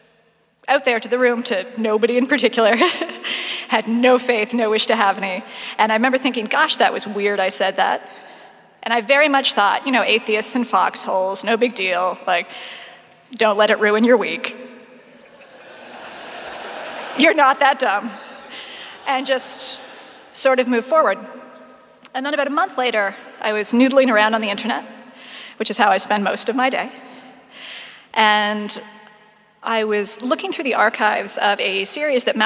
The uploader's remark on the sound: Saturday morning talk at our 2017 Conference in New York City. At St George's Episcopal Church.